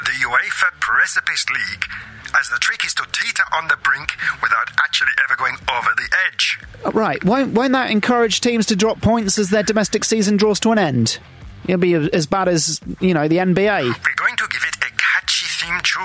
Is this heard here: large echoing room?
no